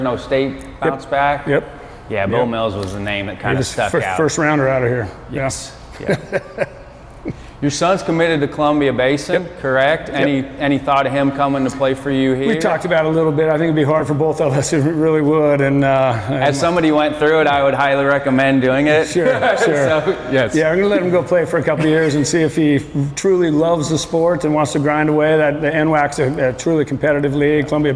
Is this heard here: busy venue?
yes